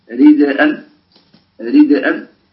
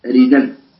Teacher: ورش ينقل حركة الهمزة ويحذفها وتصير الدال متحركة بحركتها · Shown in: second take · فيقول أريدًا لا همزة.